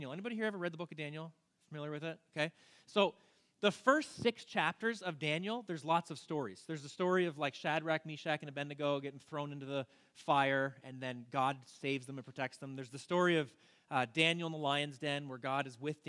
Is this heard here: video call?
no